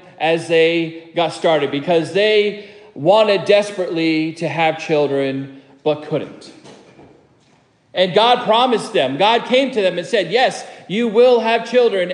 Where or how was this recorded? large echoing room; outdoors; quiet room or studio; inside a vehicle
large echoing room